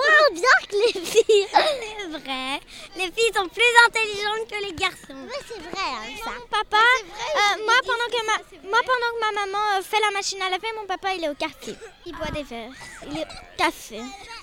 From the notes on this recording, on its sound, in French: Enregistré dans la cours de récréation de l'école avec des enfants âgés de 6 à 10 ans.